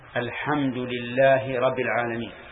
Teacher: نعم ترك منها تشديدة مثل أن يقول الحمد لله رب العالمين هذا ترك تشديدة وهي تشديد الباء وإنما لم يصح لأن الحرف المشدد عن حرفين فإذا ترك التشديد نقص حرفا.